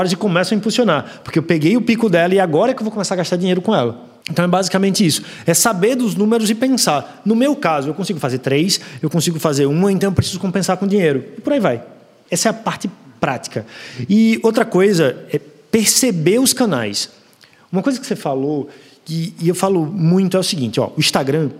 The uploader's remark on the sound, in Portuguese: Gravação AO VIVO